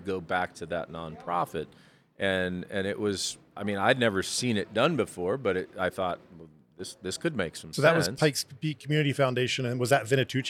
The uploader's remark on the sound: By default, each episode will be nomadic by nature, recording via pop-ups in various unique local spaces, to provide texture and ambiance from those environments. Coloradosprings.